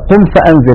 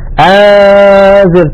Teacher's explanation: غنة من الخيشوم تقريبا 70% أو 75% و20% أو 25% من الفم صوت أو سويت بسبب عدم انغلاق المخرج انغلاقا تاما · Shown in: first take · وتكون الغلبة كما قلت بصوت الغنة، لا كما نسمع من بعض إخواننا وخاصة الذين يقرؤون في يعني بعض المناسبات، يقولون مثلا آذر، تجد بأنه يخرج 90% من الصوت من فمه و10% من الخيشوم. · Term: إخفاء